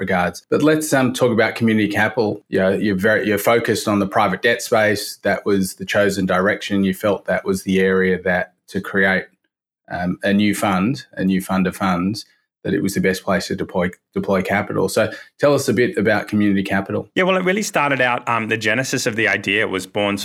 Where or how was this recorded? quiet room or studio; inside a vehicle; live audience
quiet room or studio